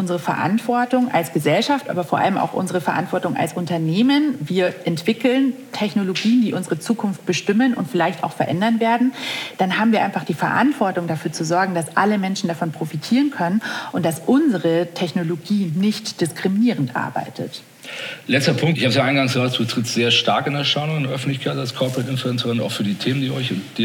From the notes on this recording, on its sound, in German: KKongress Special 2021. Im Live-Podcast.